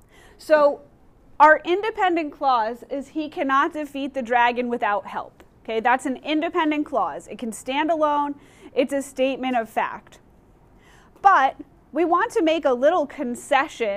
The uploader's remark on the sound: Recorded in class